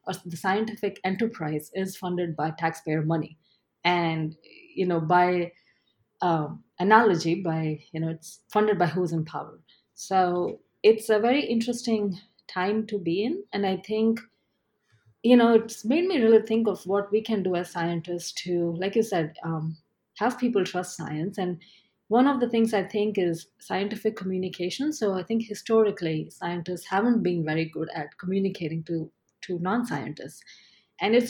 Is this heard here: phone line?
no